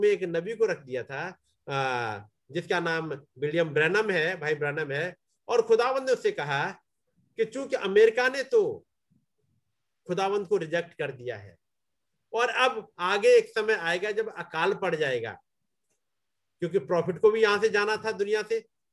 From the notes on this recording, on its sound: Zoom Meeting